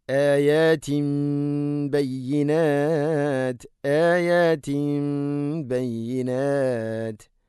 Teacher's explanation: ആയാത്തിൻ ബയ്യിനാത്ത്, ഇവിടെ തൻവീനു ശേഷം ബ വന്നു. തൻവീനിനെ മീമാക്കി മാറ്റണം, ഇഖ്ലാബ് എന്ന്.